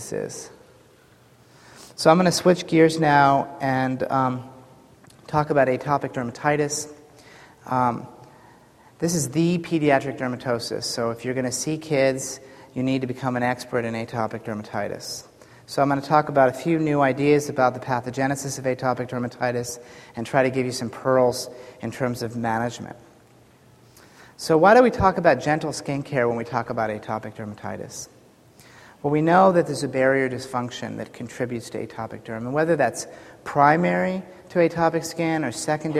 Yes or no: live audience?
yes